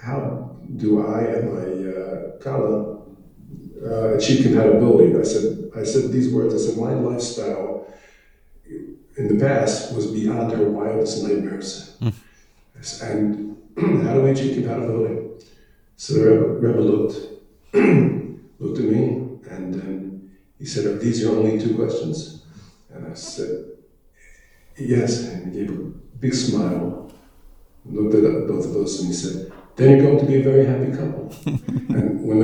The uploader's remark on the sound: Recorded Live at The Torah Center ATL on Wednesday, January 31, 2024.